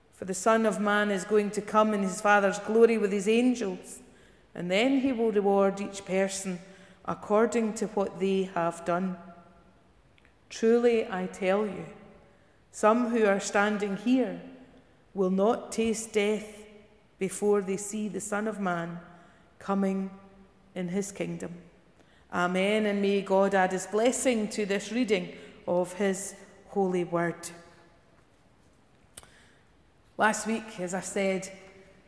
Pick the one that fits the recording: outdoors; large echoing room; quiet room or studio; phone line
large echoing room